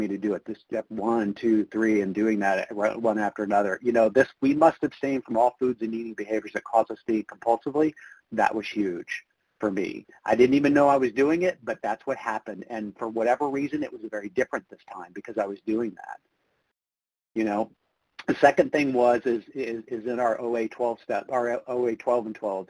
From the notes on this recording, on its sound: from the 100 Pounders Phone Meeting